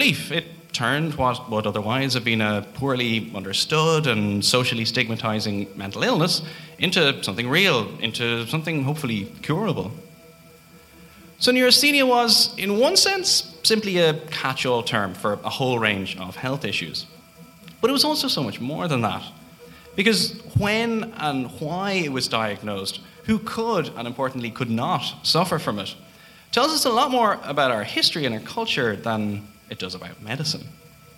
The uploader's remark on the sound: WTTE Live at Liberty Hall. A recording of September's live show for the Dublin Podcast Festival. Featuring live music.